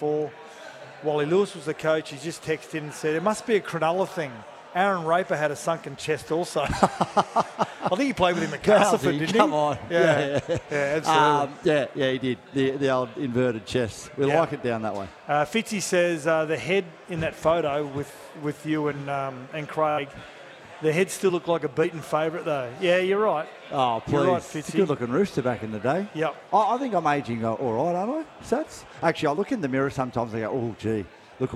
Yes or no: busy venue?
yes